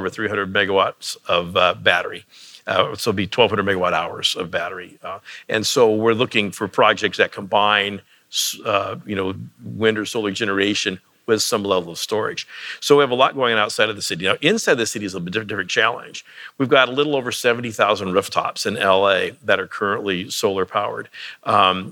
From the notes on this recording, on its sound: This week, we dig into those challenges on stage. The conversation was recorded live at the Intersolar North America conference in Long Beach, California.